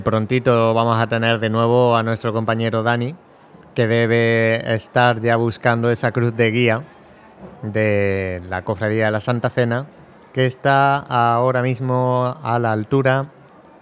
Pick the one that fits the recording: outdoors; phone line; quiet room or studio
outdoors